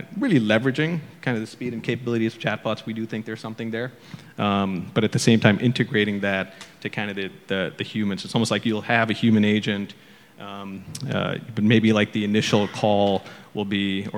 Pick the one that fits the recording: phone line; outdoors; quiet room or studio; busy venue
busy venue